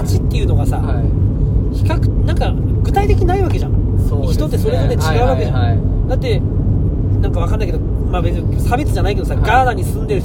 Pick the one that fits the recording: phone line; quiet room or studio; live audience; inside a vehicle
inside a vehicle